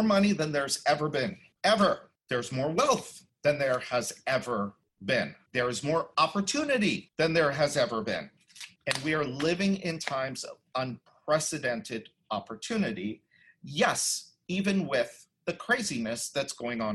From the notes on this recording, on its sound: the audio from a special online event